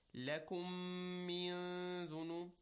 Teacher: Again, there is a ghunna for both mim and noon of the min.